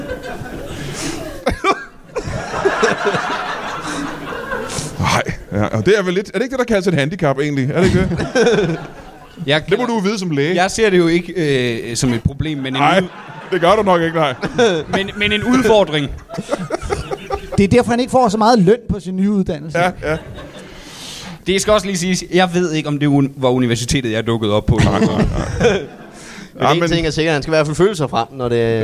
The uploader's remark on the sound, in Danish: LIVE fra Rib House i Slagelse